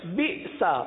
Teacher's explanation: آخر میں سین زبر سا پر جھٹکا نہیں ہوگا